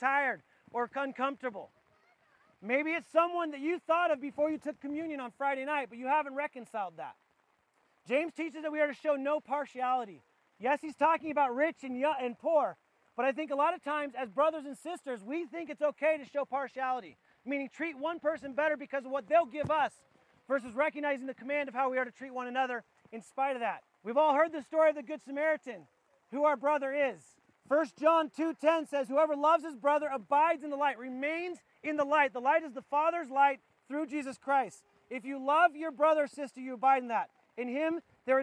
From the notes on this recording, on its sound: This was recorded outdoors at our church wide campout. We apoligize for the audio quality.